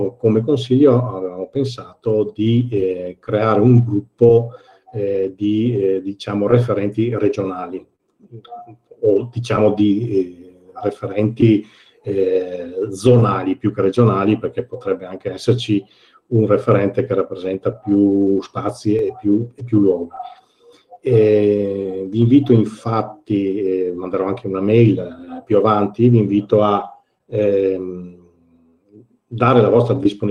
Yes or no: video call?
yes